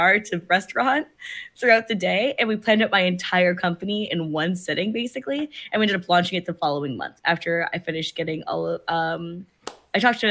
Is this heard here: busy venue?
no